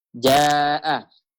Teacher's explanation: jadi huruf alif sebelumnya huruf istifal, maka dia tarkik tipis.